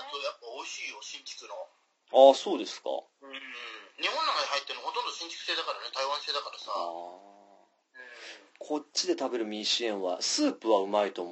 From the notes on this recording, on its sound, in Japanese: 中国大陸で生活する3人の日本人がお送りするPodcastです。We chatという通話ソフトでの収録のため、褒められた音質ではありませんがご了承ください。